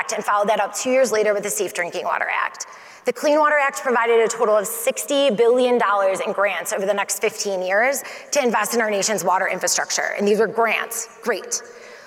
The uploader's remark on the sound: remarks as Keynote Speaker at the WQA Convention & Exposition in Las Vegas in April